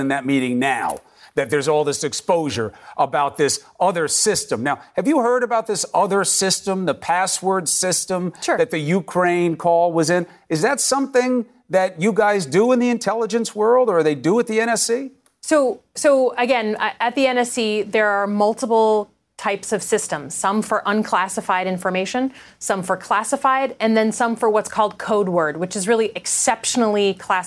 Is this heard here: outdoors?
no